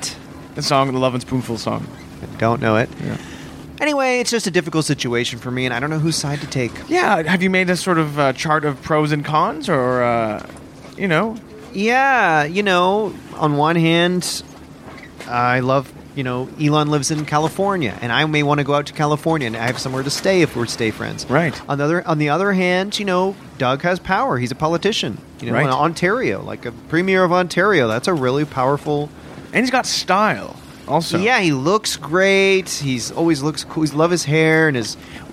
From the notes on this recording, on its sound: Live From A Boat. Are podcasting from the deck of a luxurious 40-foot yacht!